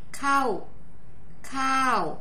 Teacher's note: The falling tone starts high and moves down to your normal speaking voice.